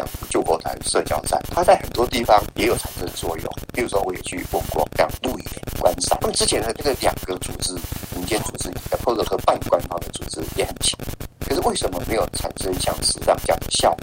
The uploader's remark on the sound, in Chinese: 因為錄音設備簡約，所以電訪受到磁波干擾甚巨